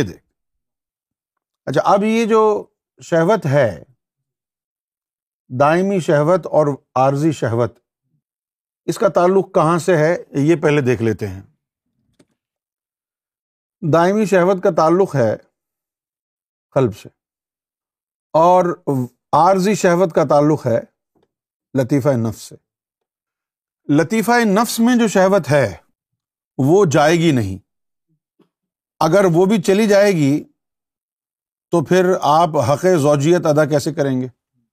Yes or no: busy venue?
no